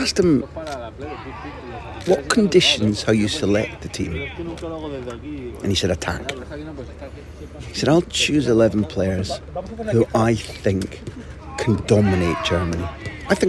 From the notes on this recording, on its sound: Live! From the rondo! I hope you enjoy hearing in the background to this report the fun the Spain players were having as I recorded during their training session.